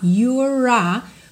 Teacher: You are contraído, you're o E não é pronunciado. Nesse caso aqui, eu vou ligar o R direto no A.